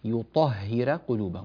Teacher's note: فالطاء هنا مفخمة والراء هنا مرققة